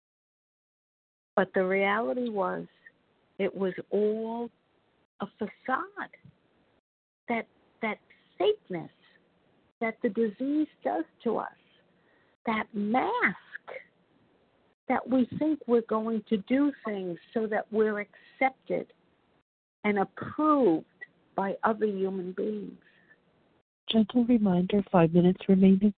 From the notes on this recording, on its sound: 100 Pounders Phone Meeting, 8/18/23.